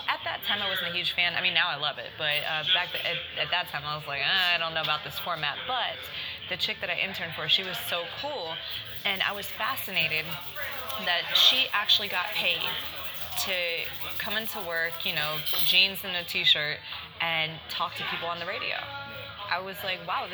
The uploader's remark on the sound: Pardon the background "ambience" in the first minute